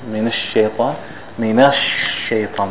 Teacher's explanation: It's called tafashi in Arabic. There's a quality of the sheen called tafashi, which means that it spreads out. It's not pronounced so quickly, minash shaytan.